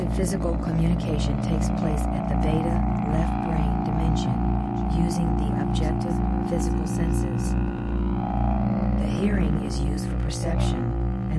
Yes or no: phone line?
no